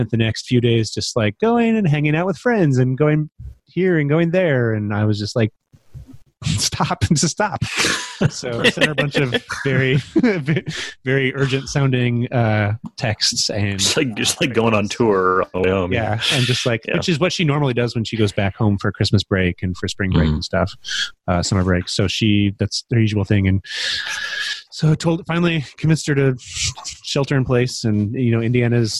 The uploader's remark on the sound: While the world is staying indoors and away from others to stem the surging tide of COVID-19, we recorded a special episode live, as Zoom webinar.